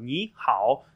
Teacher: Well, to say ni hao, you need to know a few things, that both ni and hao have the third tone. So there is a change, like ni hao.